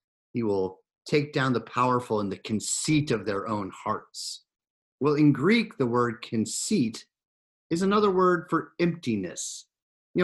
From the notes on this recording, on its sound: Recorded live in Zoom.us